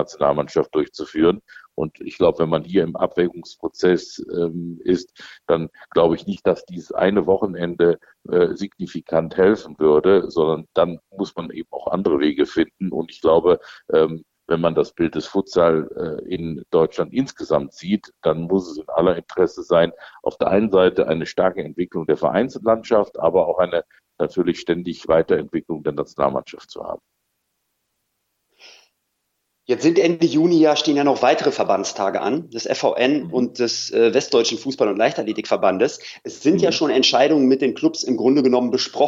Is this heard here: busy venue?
no